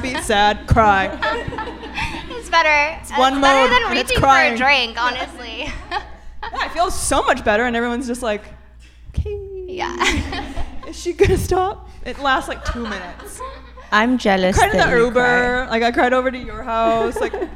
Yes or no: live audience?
yes